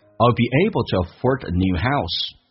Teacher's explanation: afford 跟 a 有一个连音叫 afford